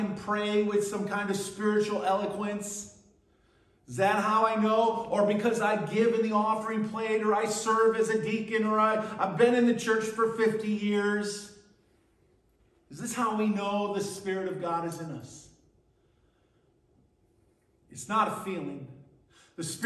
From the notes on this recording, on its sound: at Burlington Christian Church on October 22nd, 2023